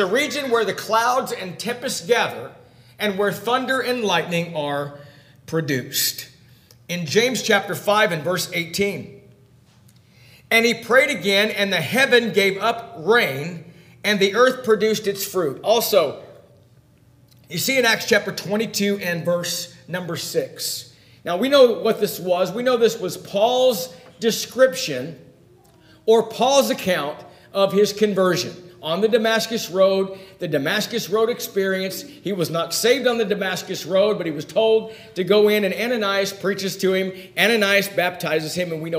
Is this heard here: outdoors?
no